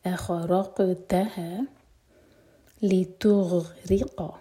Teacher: قال اخرقتها، رق قاف پر قلقلہ اور تا پر زور سکون کے بعد، اخرقتها لتغرق، ری باریک اور غین ساکن پر جھٹکا نہ ہو